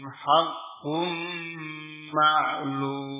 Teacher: Huruf ifgham digunnah. Tatkala tanwin bertemu dengan mim, digunnahkan. Digunnahkan.